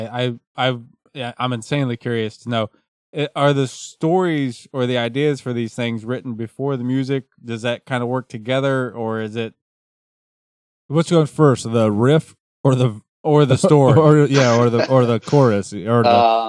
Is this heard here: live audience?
no